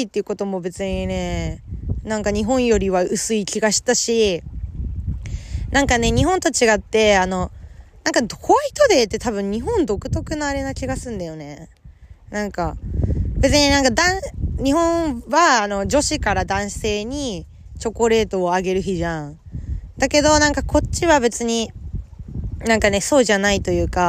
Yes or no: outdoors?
yes